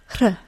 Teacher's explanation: The technical name for this sound is an alveolar tap, and we actually do have this sound in American English, except that in American English it has nothing to do with an R sound.